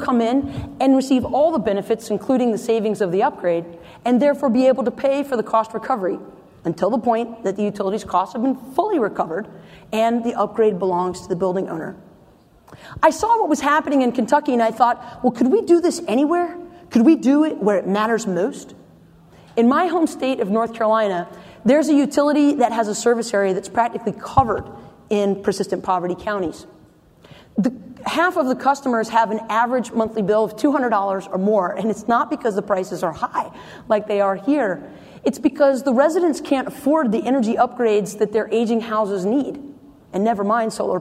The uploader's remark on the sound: the GreenBiz team reports on the ground from the VERGE Hawaii 2017 conference